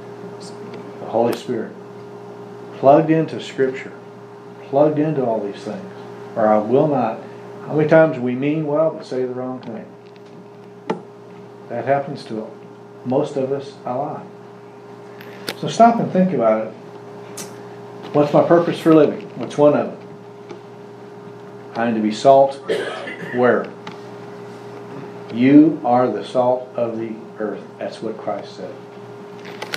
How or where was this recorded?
large echoing room